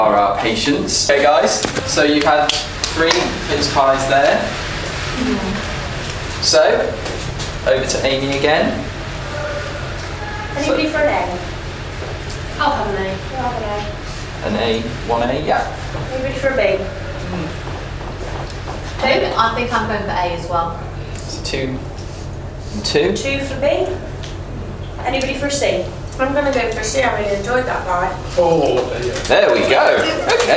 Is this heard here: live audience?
yes